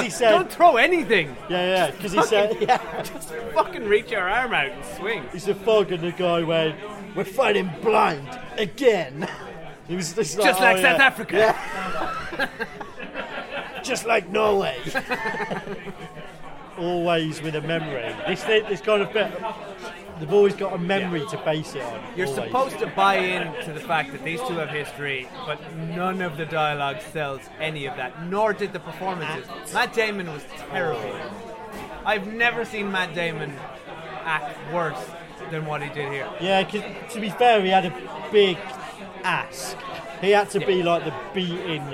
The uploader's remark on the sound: This episode contains some cans, pub noise